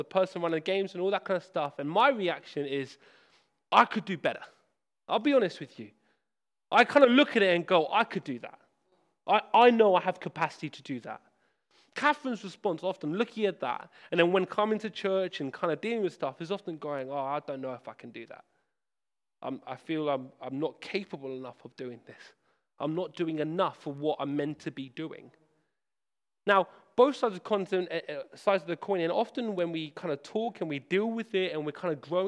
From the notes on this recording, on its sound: This sermon was preached at Hope Church Sevenoaks, UK.